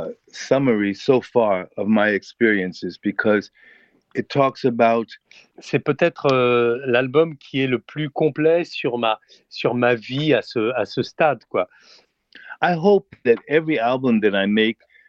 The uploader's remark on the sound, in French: Par téléphone.